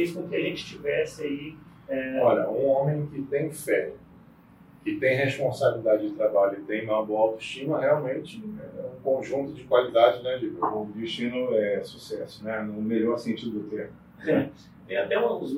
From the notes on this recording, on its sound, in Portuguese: Pedimos desculpas pela qualidade do áudio.